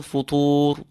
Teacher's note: You are allowed to pull that wow, double its length or triple its length, as in the case of any long vowel at the end of a word when you stop on the letter after it.